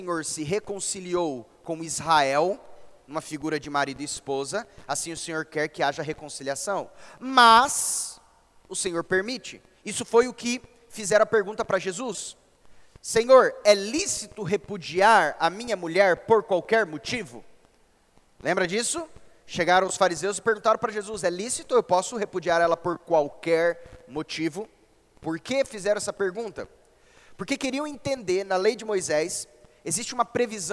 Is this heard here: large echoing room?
yes